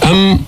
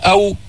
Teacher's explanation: والميم من الشفتين بإطباق الشفتين، الواو من الشفتين بس بدون إطباق، بتقول أو أم من الشفتين.